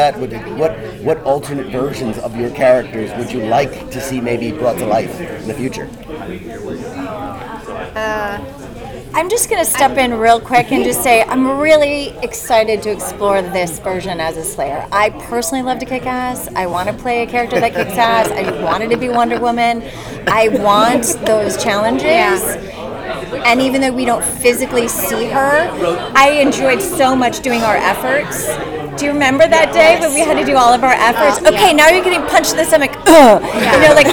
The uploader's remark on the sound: Audio Interviews From NYCC